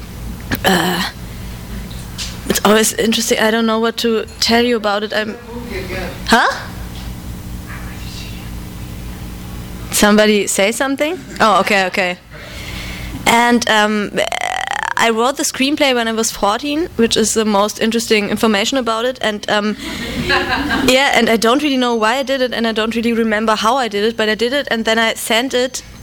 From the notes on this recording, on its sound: THIS EVENT WAS RECORDED LIVE AT SKYLIGHT BOOKS.